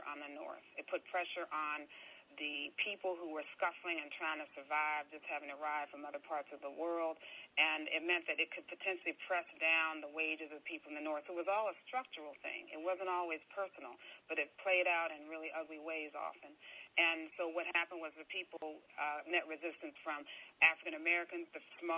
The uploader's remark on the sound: On Thursday February 24th we held our 2nd national teleconference. On this call we listened to a pre-recorded interview.